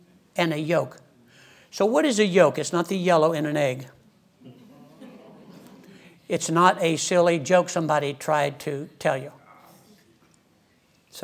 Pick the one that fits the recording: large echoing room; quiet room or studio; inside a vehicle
large echoing room